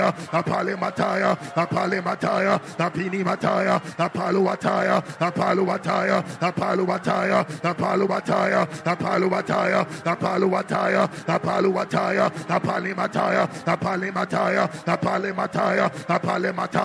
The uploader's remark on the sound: Preached at The Watered Garden Church